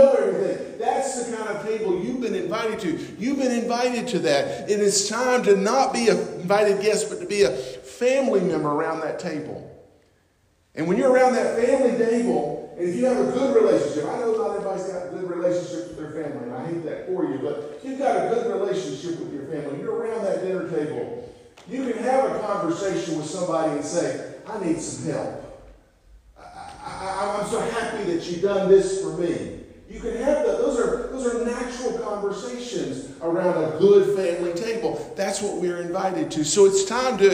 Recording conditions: large echoing room